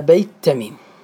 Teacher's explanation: الحرف الساكن أول الياء في بيت، وبيت تميم، ثم التاء المشددة الحرف يكون تاء ساكنة التاء الأولى الساكنة، ثم التاء متحرك، فالتقى الياء الساكنة مع التاء الساكنة، فكان هنا التقاء الساكنين